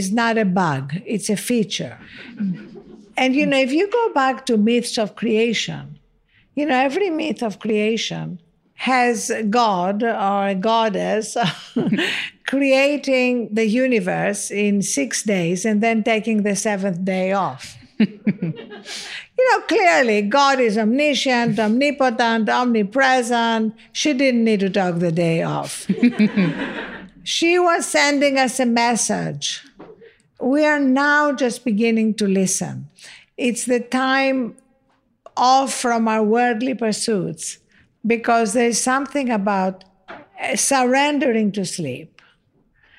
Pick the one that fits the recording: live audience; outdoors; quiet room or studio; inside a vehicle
live audience